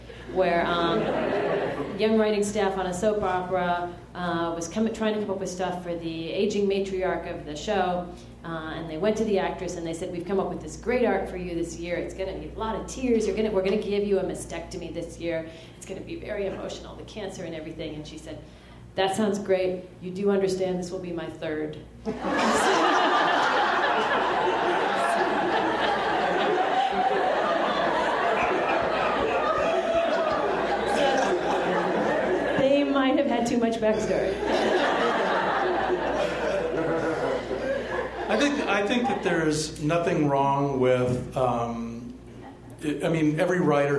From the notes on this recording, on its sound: Mythology panel from ATX Television Festival.